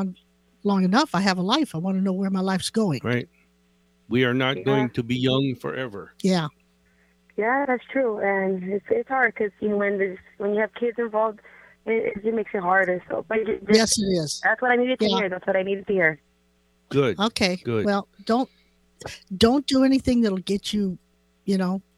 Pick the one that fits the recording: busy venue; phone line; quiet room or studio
phone line